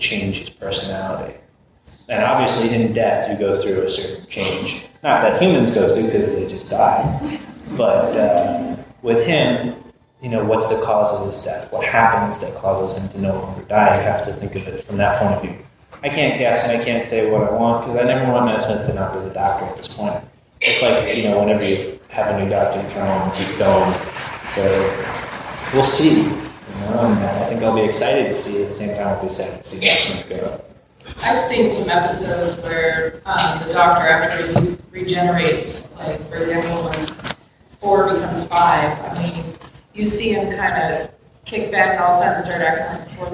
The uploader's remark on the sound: We apologize for the audio quality. Part of the delay in its release is because of some tweaking to the audio that needed to be done. There are times that this recording is inaudible, but we hope you will understand.